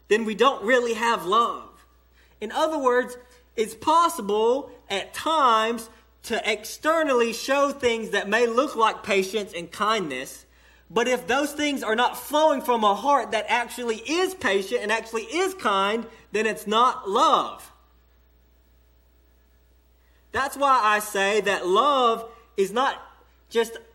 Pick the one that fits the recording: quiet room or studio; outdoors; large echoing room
large echoing room